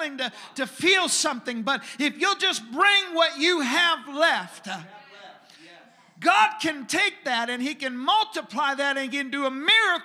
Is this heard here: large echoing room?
yes